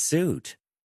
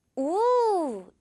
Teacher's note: 자, 우리가 여러분 이 U 소리로 알고 있는 정말 많은 단어들이, 영어 단어들이 실제로는 이 U 소리가 나지 않고요. 우, 이렇게 소리가 날 때가 아주 많답니다. 미국 영어 기준이에요.